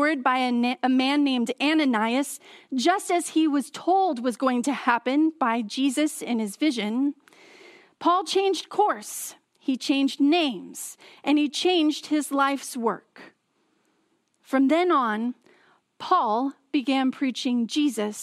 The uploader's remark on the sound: Message delivered during the Contemporary Worship Service. San Marino Community Church.